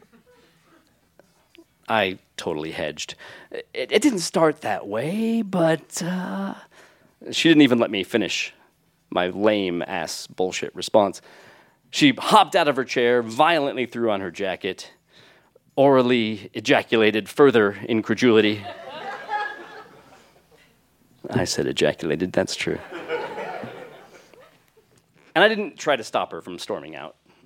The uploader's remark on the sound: recorded live on 15 February 2017 at Buntport Theater in Denver, Colorado.